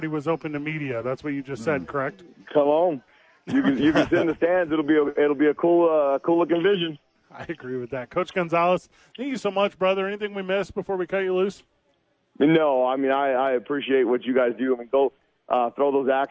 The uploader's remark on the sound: live from ABQ AXE talk Balloon Fiesta